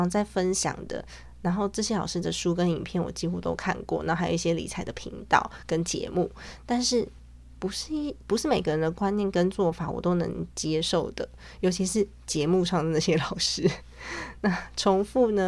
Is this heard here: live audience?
no